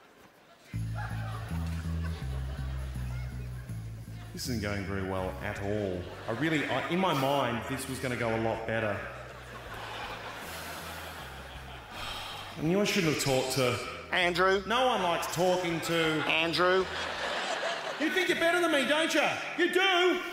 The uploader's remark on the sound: brings his surrealist humour to the 2013 Just for Laughs Festival in Montreal